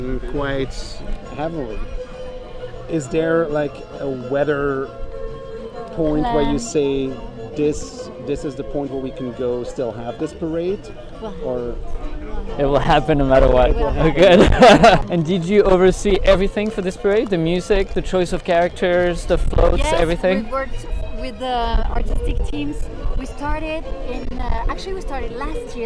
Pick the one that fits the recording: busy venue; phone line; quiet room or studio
busy venue